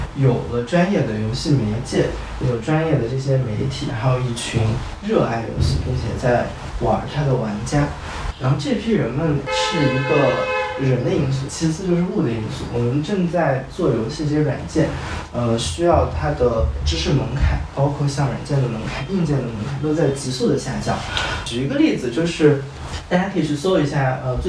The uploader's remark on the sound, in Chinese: 由于音质不慎受损，本期音频或存在部分噪音，敬请见谅